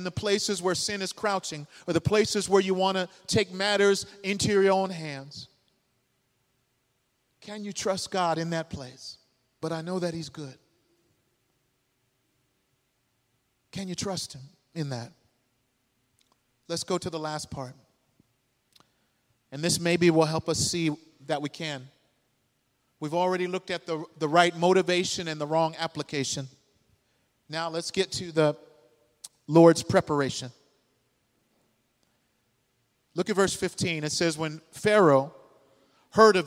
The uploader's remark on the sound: The sermon was delivered on September 17th 2023 at New City Fellowship West End. Louis, MO.